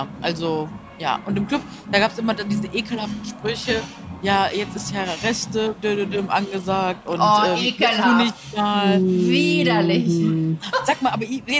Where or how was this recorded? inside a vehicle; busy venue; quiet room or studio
busy venue